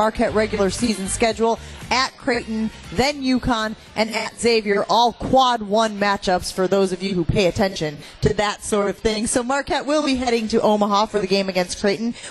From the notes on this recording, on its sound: LIVE from MOTOR Bar & Restaurant